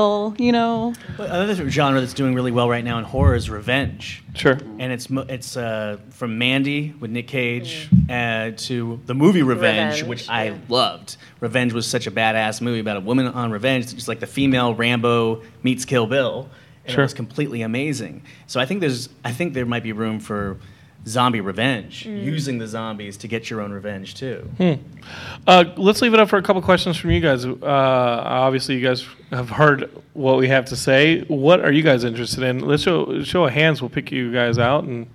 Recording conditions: busy venue